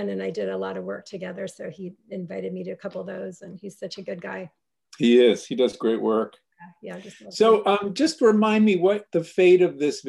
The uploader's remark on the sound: In this mid-pandemic throwback. Gathered via Zoom.